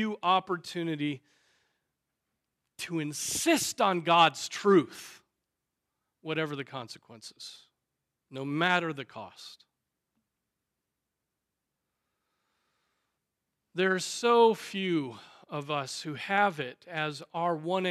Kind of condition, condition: setting, large echoing room